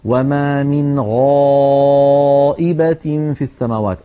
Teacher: وهي أيضا حرف رخو يعني قابل للمط، فصوتها قابل للتطويل، فلذلك ليست هي من حروف أجد قطم بكت الحروف الشديدة، وليست من حروف لن عمر الحروف بين الرخوة والشديدة. الغين حرف مستعل، عندما ننطقه ينضغط صوته إلى قبة الحنك فيعود الصوت وله رنين، هذا الرنين يسميه علماؤنا التفخيم.